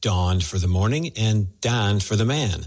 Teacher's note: there are large swaths of America that have actually lost a vowel sound. It's the sound I use in dawn. They actually can't say it.